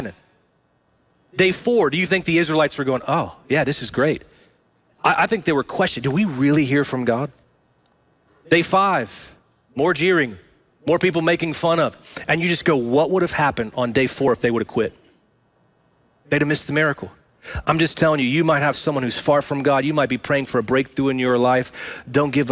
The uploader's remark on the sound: Recorded live at Brookwood Church on 10.01.23.